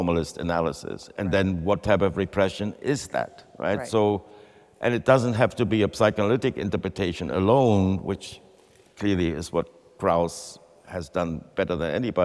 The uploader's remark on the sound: In this live episode. This conversation was recorded in the exhibition Gerhard Richter, on view at David Zwirner.